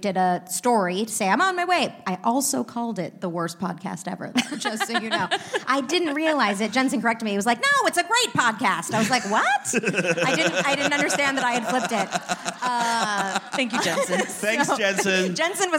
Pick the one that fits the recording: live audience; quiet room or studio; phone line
live audience